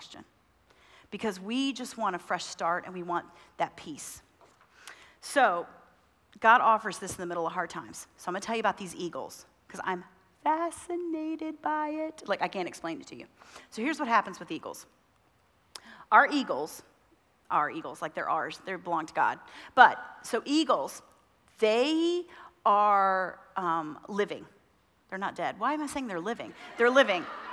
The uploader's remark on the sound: Women At The Mount Conference 2023 :: Session 1